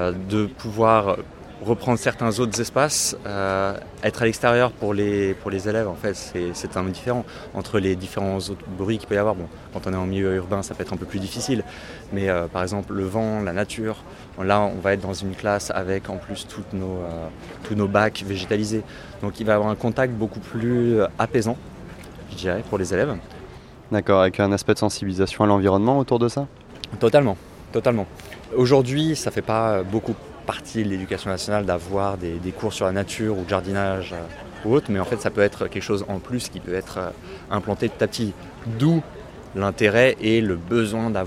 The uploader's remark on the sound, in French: Je me suis tourné vers le stand de la ville de Saint Ouen sur Seine qui nous propose de faire classe dehors. C'est au coeur de cette installation que je l'interroge. Cet épisode a été enregistré au cours du salon Jardins, Jardin, organisé chaque année le premier weekend de juin.